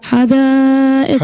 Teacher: اتصلت الهمزة مع حرف المد في كلمة واحدة فالمد المتصل بيسموه مد واجب ما يقلش · Term: مد متصل